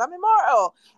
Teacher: So, and the only difference is the way he pronounces it. So he has an Irish accent on Misfits, and so he doesn't pronounce the T.